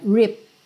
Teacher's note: Tem o E, mas você não fala ripped. É ripped. Do P você já vai pro D.